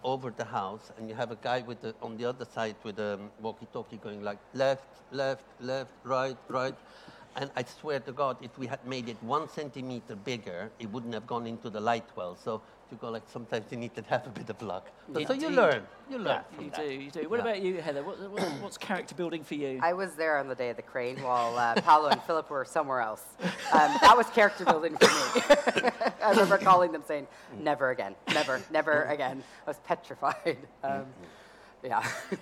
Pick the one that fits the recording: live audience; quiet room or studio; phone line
live audience